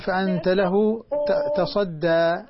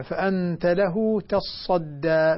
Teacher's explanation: ورش يقرأها بتشديد الصاد لأنها أصلها تتصدى، فأدغمت التاء في الصاد فصارت صادا مشددة · Shown in: second take